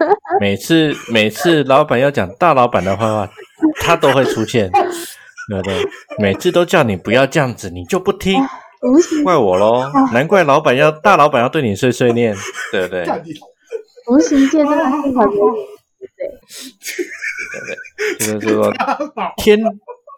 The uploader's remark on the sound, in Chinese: 換麥克風前的最後一集聲音可能還是有點不及格 請大家見諒。我們會持續慢慢改善錄音品質的。